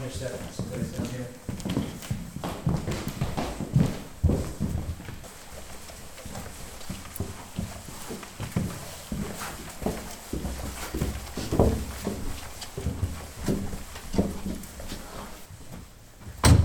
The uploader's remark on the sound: The White Memorial Theatre in Clonmel, which dates back to 1843. On an October night at midnight with the theatre lights turned off, five people including a Medium entered the old theatre to record this podcast.